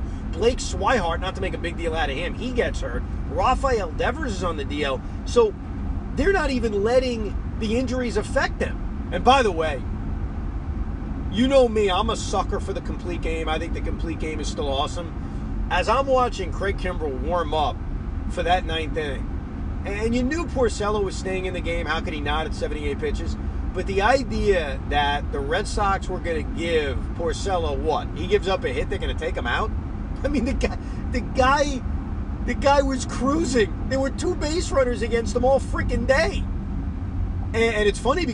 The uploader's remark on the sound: While driving home from Citi Field.